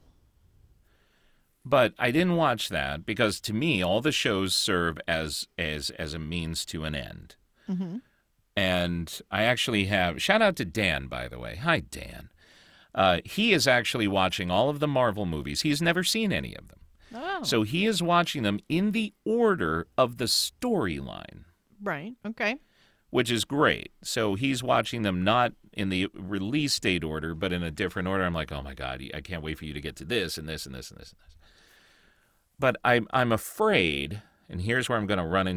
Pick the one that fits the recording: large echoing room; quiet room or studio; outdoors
quiet room or studio